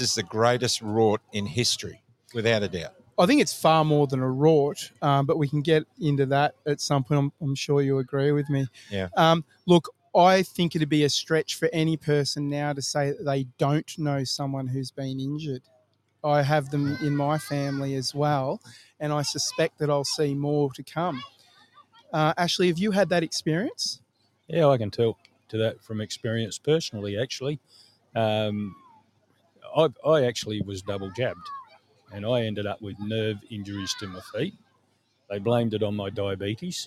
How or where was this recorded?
outdoors